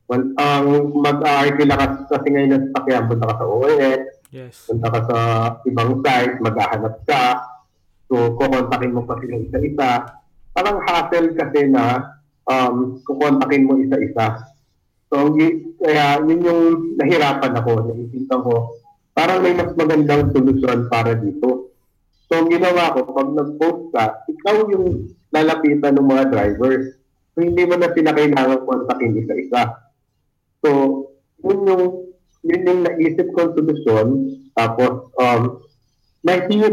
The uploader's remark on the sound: The audio is kinda lossy because, we are having a bad connection while recording this episode.